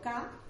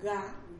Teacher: Pues muy fácil, poniendo el dedo aquí. Si yo digo K, no se mueve nada. Si digo ga, hay una vibración.